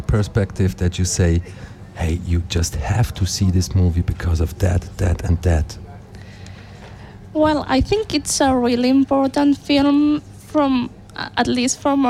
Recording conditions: busy venue